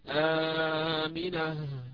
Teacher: وقفت على هاء ساكنة بدل التنوين. هذا هو مد يعني العوض، وهو واضح إن شاء الله عز وجل.